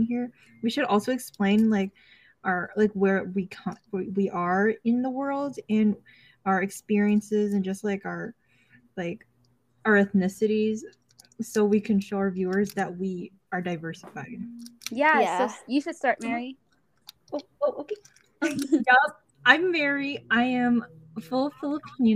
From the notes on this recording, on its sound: This was our first time recording a podcast and we had some technical difficulties. This episode was recorded in January 2022.